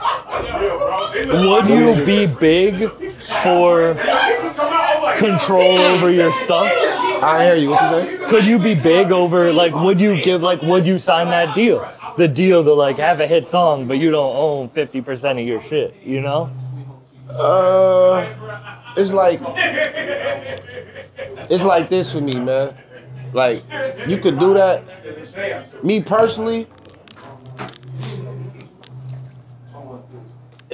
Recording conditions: busy venue